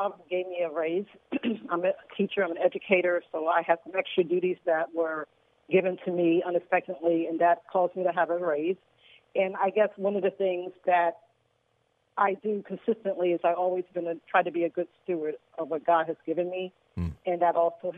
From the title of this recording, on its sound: Open Phone Friday